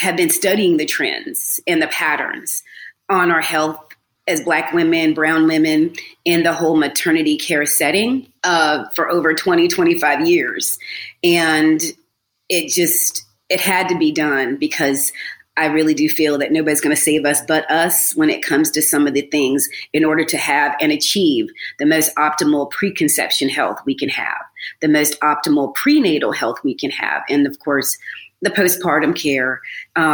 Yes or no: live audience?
no